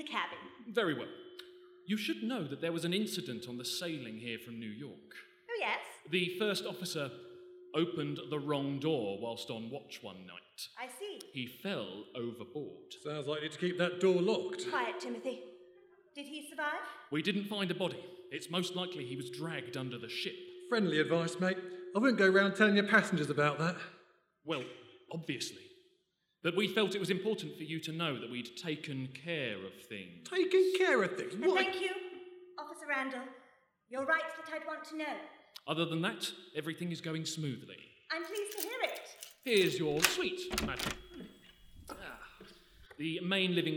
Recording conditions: live audience